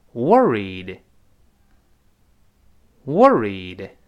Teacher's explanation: 别忘中间那个 r，有勾舌头